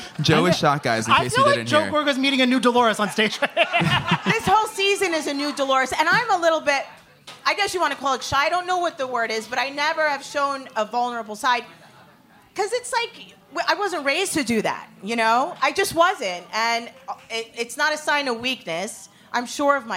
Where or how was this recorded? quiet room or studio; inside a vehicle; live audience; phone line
live audience